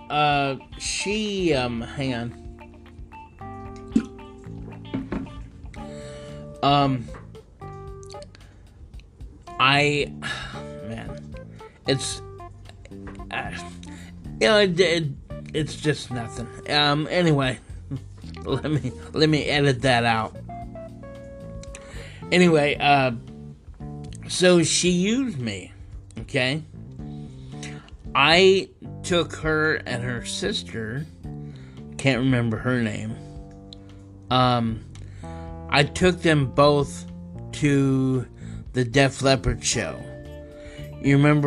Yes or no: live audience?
no